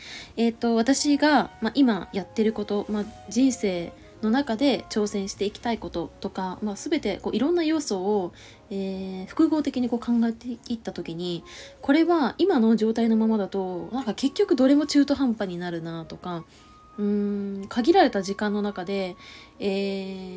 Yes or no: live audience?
no